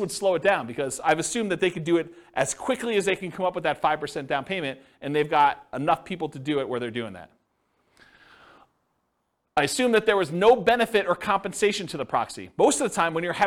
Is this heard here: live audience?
yes